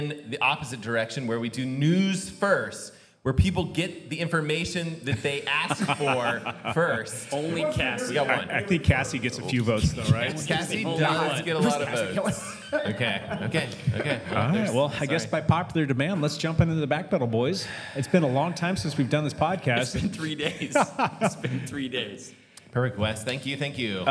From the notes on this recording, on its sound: Enjoy the party as we recorded with a live audience and took a bunch of questions...